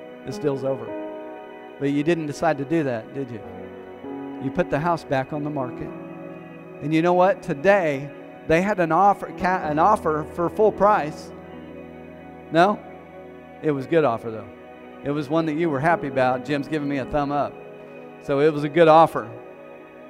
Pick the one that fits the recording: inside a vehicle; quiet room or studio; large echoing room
large echoing room